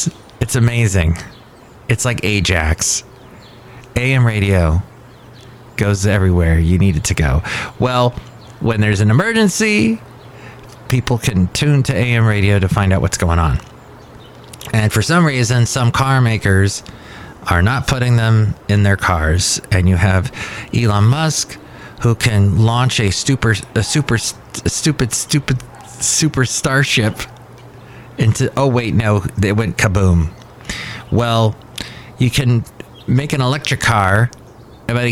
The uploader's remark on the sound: podcasts live from Café Anyway